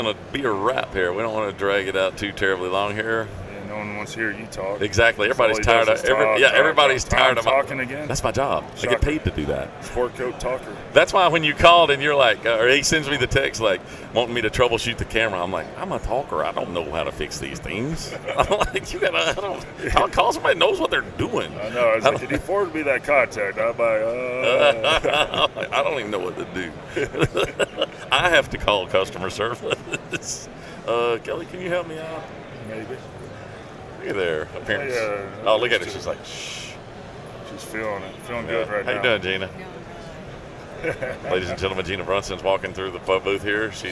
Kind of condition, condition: setting, busy venue